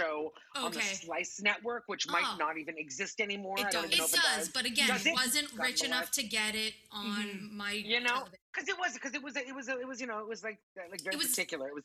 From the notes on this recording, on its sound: we decided to Zoom call our new bff